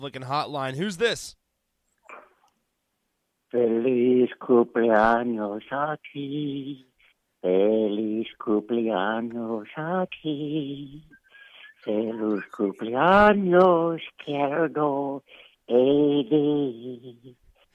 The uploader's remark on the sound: We set up a couple phone calls.